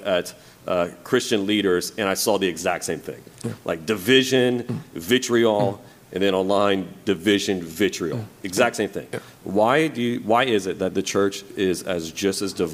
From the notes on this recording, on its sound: We recently got to do a live Q&A at my church. I got to receive questions submitted from our congregation.